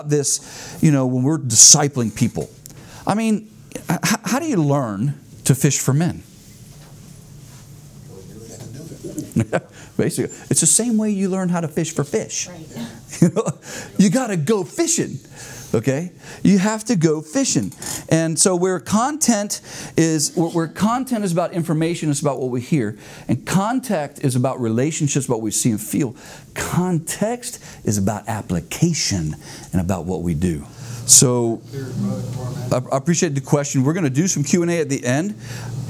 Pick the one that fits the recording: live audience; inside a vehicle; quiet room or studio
live audience